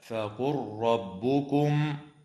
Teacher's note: وتدغم لام الفعل في الراء